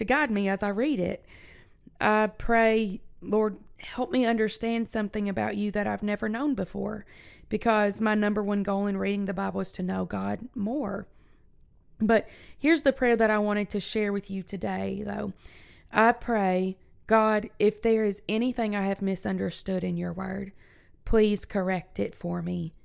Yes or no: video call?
no